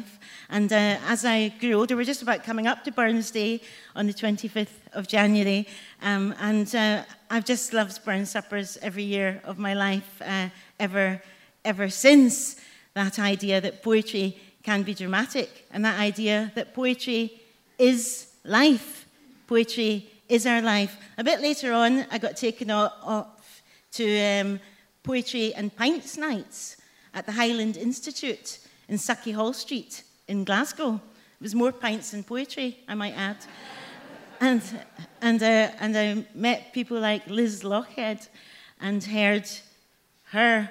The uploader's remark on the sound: Recorded at The Tabernacle on 20th Jan 2020.